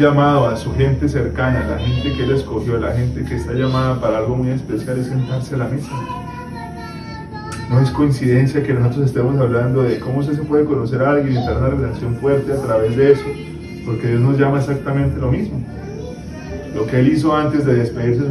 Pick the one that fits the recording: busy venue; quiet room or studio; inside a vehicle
busy venue